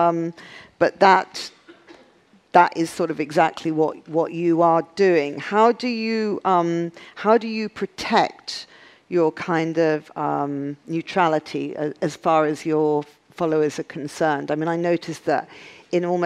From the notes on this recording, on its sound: BoF VOICES. On stage at #BoFVOICES.